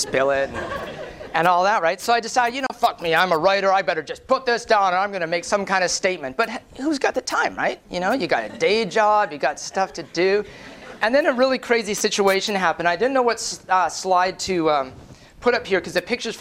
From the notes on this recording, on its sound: Prezo audio from Northern Voice, 2009. Lively mixed-media presentation.